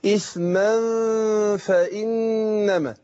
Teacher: بنخفي النون، نون التنوين اللي هي إثما، النون اللي بتتنطق مش بتتكتب ديت، النون الساكنة، جه بعدها الفاء، فهنخفي النون الساكنة، نون التنوين عند الفاء · Term: الإخفاء